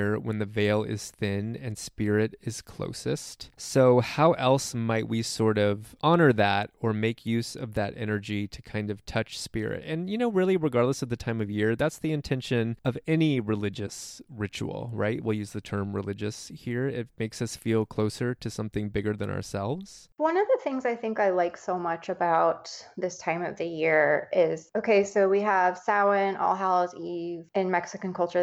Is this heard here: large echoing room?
no